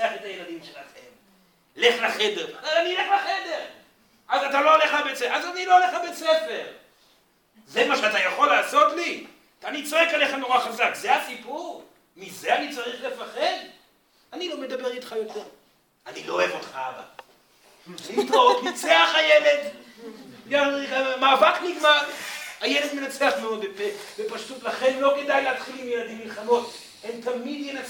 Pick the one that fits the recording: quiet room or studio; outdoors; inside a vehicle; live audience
live audience